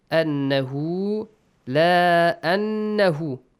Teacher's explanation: Nun mushaddad. Produce a nasal sound. Also what? Prolong it for two counts.